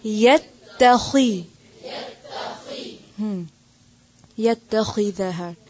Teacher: دیکھیں، ایک ہے خی، خی نہیں پڑھیں گے، یتخی نہیں، یتخی خی، یتخی. اب خا کو موٹا کرتے کرتے تا کو نہیں کرنا